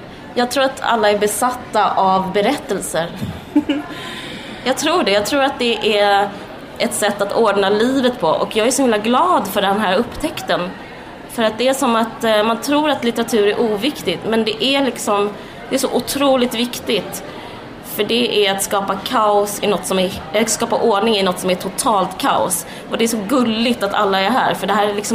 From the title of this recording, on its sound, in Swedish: Live på Bokmässan